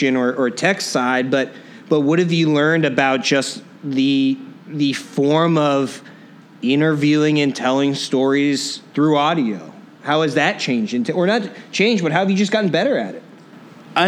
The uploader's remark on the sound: Industry Interactive is Dynasty Podcasts' live workshop series. The live conversation served as the keynote at Chicago Inno's music tech State of Innovation event, held January 26th at General Assembly Chicago.